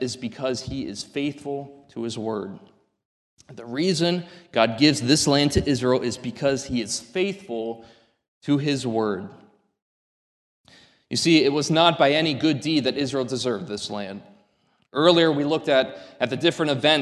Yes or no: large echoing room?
yes